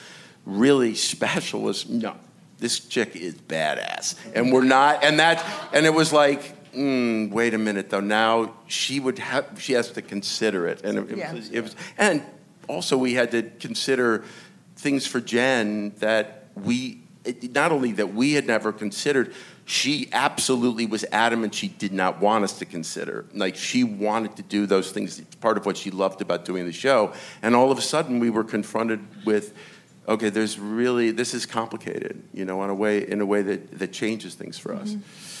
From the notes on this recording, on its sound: Recorded at ATX Television Festival